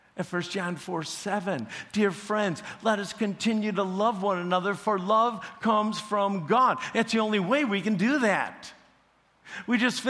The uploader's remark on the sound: Preached this sermon at CrossPoint Church.